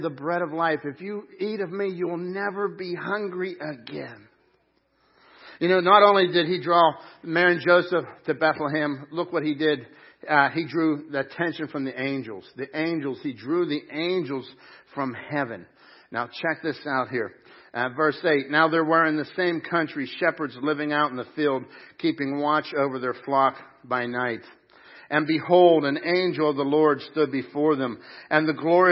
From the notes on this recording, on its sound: Crossroad Ministries Live Service